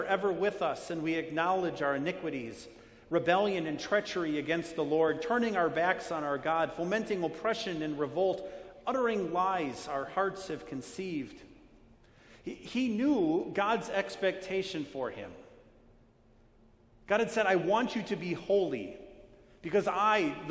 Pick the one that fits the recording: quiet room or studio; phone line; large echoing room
large echoing room